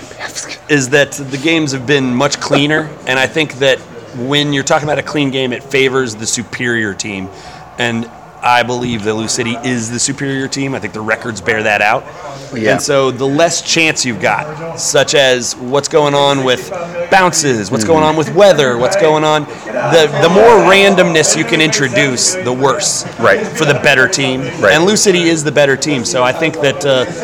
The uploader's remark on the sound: In The House was LIVE from Oxmoor Toyota with a plethora of special playoff guests.